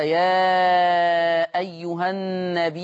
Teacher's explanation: فإذا قرأ النبي بالهمزة فتقرأ النبي، يقرأها ورش بالهمزة، فتمد الياء مدا مشبعا، أي يشبع في هذه الحالة المد المتصل